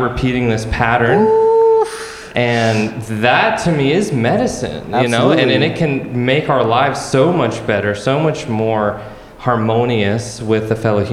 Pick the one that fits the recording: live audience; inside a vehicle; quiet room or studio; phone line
live audience